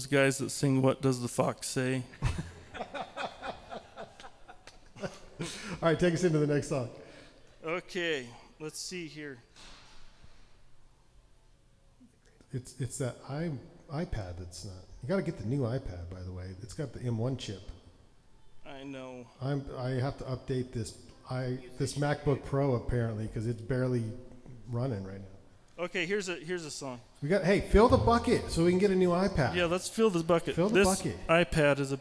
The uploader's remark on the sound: If you listen closely, you can often hear myself chuckling over the witty versus. Recorded LIVE at The Monarch during Ogden's First Friday Art Stroll.